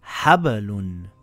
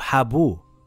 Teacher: The letter ba. The ba has a sukun and needs to be echoed. · Shown in: first take